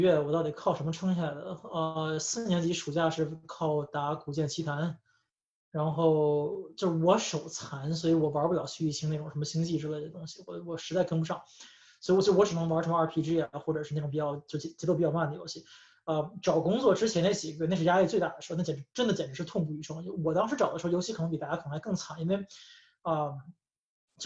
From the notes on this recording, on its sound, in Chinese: 这期给大家带来了今天夏天我们组织的一场在线活动的录音